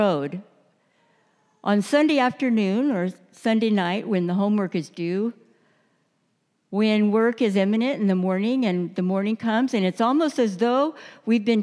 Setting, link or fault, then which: setting, large echoing room